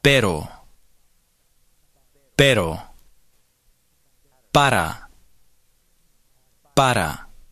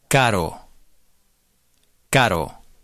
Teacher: The letter R represents a sound similar to English double T in butter, better, or double D in English rudder, riddle. The tip of the tongue goes up to the roof of the mouth, taps once quickly, and comes down again. · Term: Las vibrantes alveolares